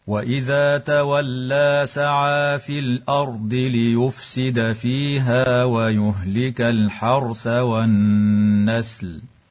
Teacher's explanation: يراعى إخراج طرف اللسان في حرف الذال وكذا في حرف الثاء